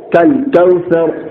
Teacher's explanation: واو لین ہے، اس لیے میں نے اس کو نرم آواز کے ساتھ جلدی پڑھا